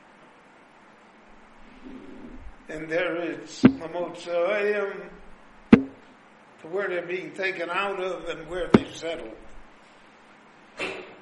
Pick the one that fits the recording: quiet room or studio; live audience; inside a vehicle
live audience